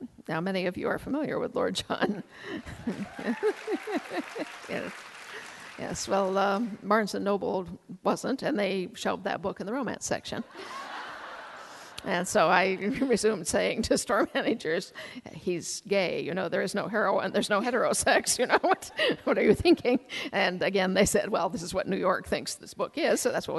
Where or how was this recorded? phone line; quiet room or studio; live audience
live audience